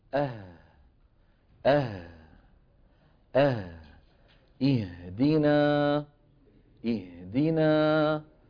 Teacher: الهاء تخرج بانفتاح الوترين انفتاحا جزئيا. اه اه اه اهدينا، اهدينا وجوه لا ريب فيه، ها هو هي.